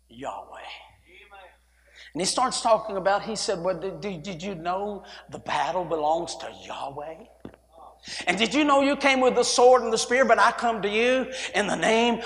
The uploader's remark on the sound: A sermon preached Wednesday Morning during our Spring Jubilee, on March 29, 2023.